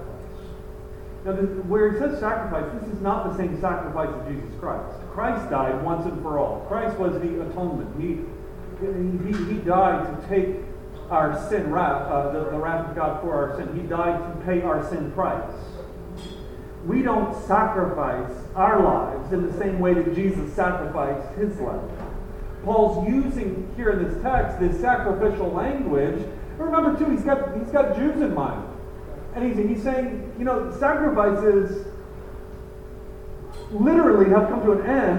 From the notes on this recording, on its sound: Apologies for the poor audio